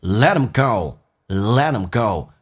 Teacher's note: TH 不发音。所以 put 跟 them 就可以说成 putthem， T 变成 D 要浊化 · Term: 击穿